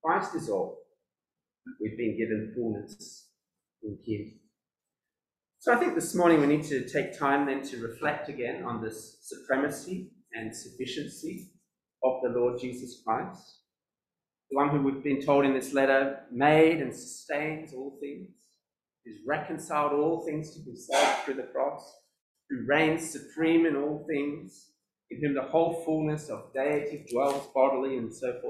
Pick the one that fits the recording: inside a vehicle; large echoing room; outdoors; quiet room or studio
large echoing room